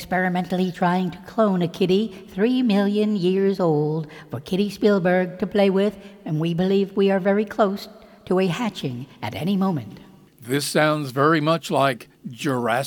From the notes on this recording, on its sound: Live from New York’s historic Stranded Theater on Broadway.